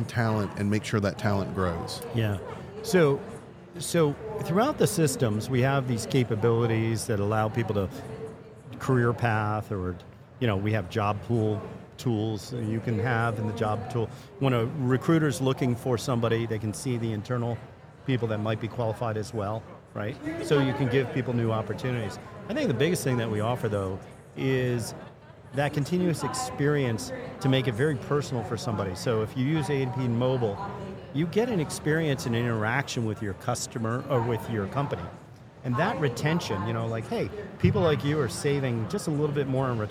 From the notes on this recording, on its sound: Special mini series recorded with Oleeo at HR Tech 2023. Special mini series recorded with Oleeo at HR Tech 2023.